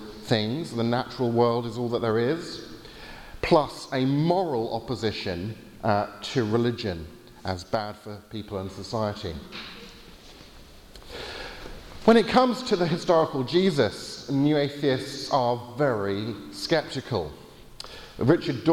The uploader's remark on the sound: Lecture with Q&A from the Veritas Conference in Norway.